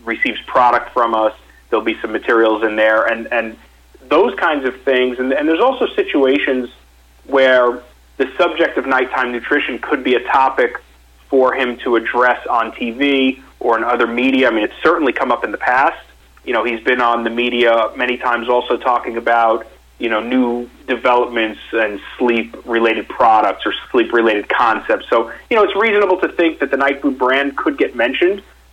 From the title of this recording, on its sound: Investor Conference Call with Nightfood Holdings, Inc. (NGTF)